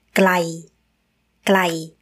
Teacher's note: it means far, and the tone is the mid tone